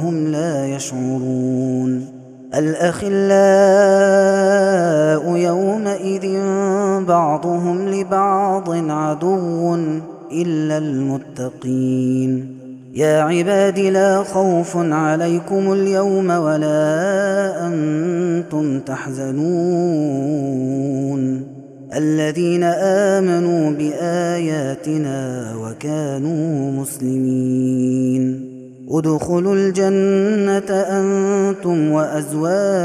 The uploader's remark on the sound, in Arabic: هذا التسجيل من صلاة التراويح